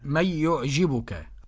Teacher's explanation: أدغمت النون في الياء بس لا غنة